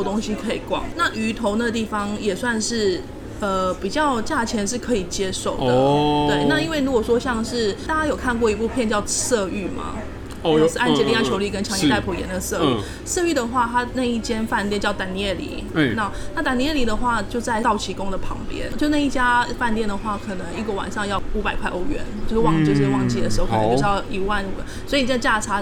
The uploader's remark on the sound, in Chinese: 本集白噪音指數：蚊風級 1/5。錄音地點： Parko Parco 的室外用餐區。